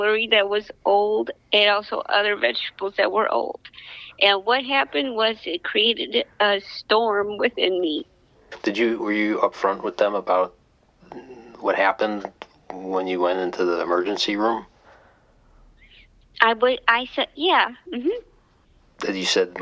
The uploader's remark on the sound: Makes a phone call.